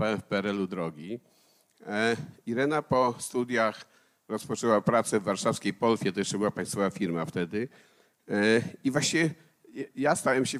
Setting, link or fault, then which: setting, live audience